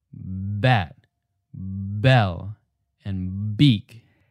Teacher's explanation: Can you feel the vibration? Those are your vocal cords revving up. Technically, we call this voicing. So usually in English, we're not exaggerating the B sound that much.